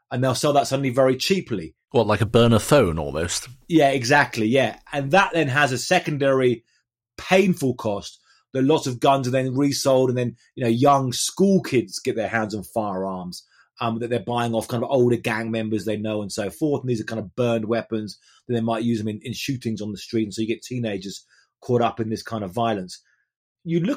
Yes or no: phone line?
no